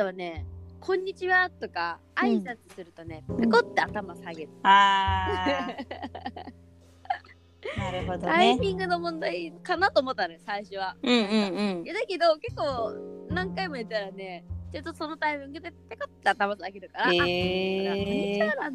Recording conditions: drop-outs